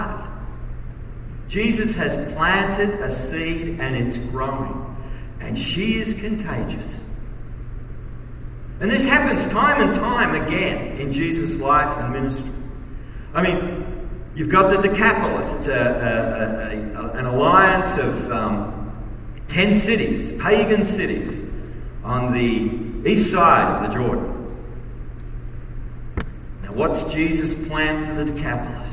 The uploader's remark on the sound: message at the Kingdom Impact Conference